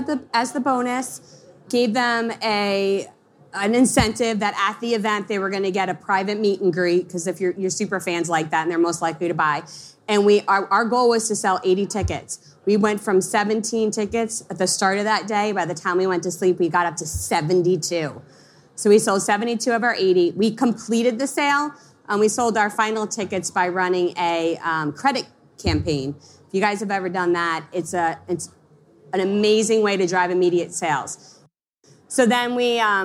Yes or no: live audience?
yes